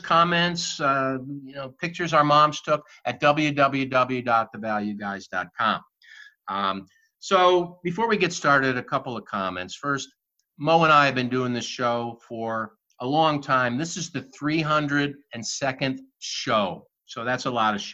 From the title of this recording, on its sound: Test Show with Zoom